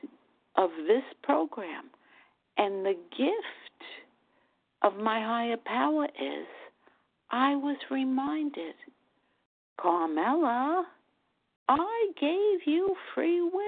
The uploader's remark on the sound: Qualification from the 100 Pounders Phone Meeting.